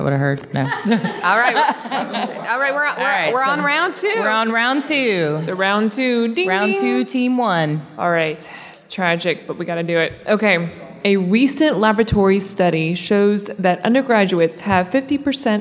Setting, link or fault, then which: setting, live audience